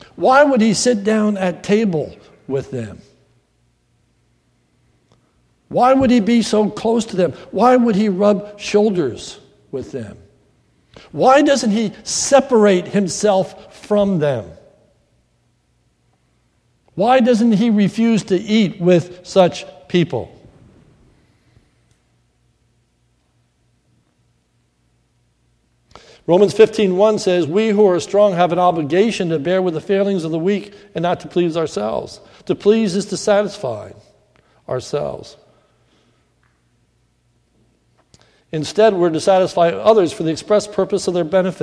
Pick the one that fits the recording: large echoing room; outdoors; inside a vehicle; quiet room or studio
large echoing room